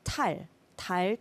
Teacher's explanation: 영어에는 T 소리에 가깝게 들린다고 해요. And so when Koreans say 달, to English speakers, it sort of sounds like T